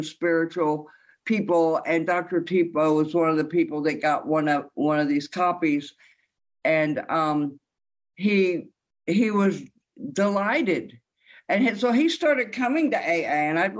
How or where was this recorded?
video call